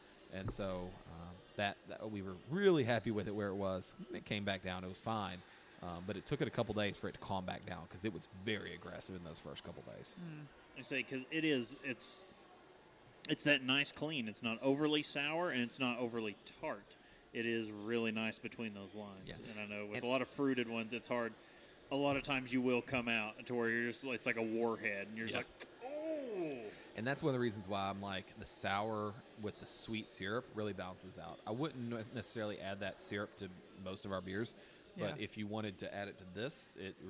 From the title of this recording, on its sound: Live from Deladders...I Mean, Broken Throne